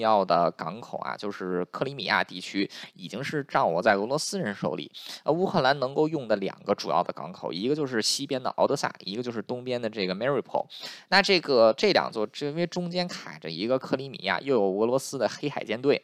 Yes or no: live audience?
no